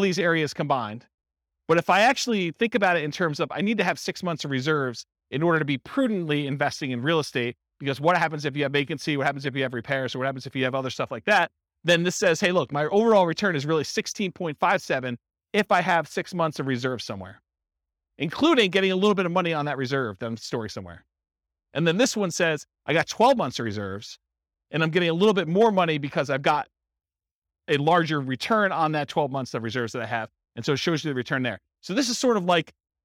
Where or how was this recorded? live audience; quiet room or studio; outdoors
live audience